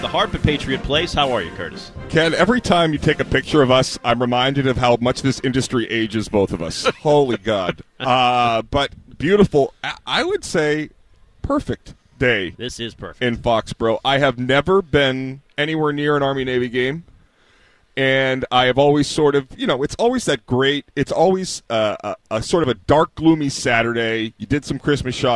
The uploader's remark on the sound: Live at The Harp at Gillette Stadium before Army-Navy.